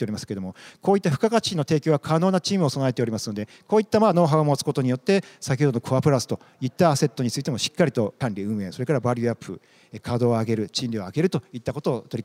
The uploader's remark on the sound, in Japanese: 1月28日に東京証券取引所で開催した「J-REITファン2017」に登壇した「投資法人みらい」のIRセミナーをダイジェスト版でお送りします